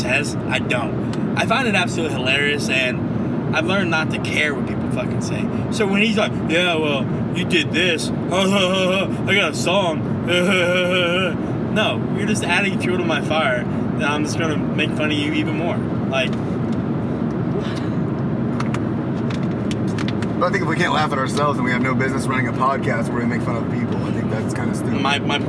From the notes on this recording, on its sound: They turn on the microphone one last time for the trip home in case there is any accidental magic.